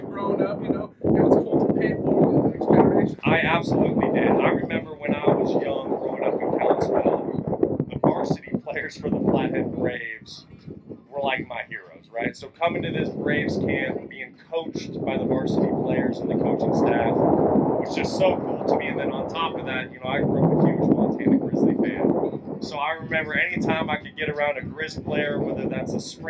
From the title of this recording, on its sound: Live From The Brock Osweiler Football Camp in Kalispell